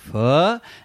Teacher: And they had that rising intonation. It's like, pho?